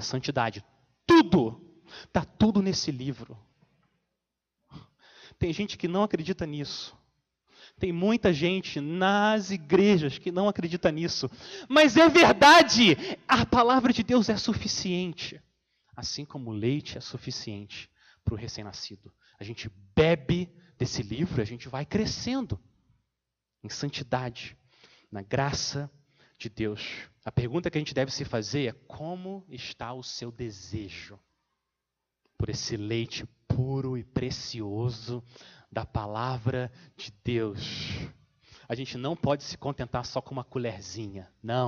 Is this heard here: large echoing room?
yes